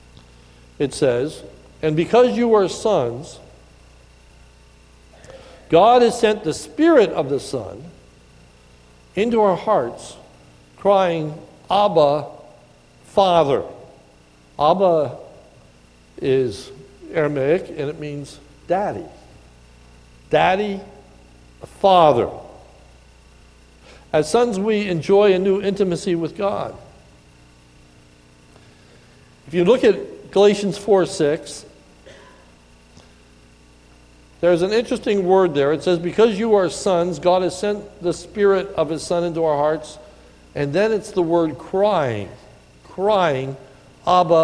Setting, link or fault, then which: setting, large echoing room